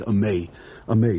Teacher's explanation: They say the right Nekudos, but they say Amen without the Nun.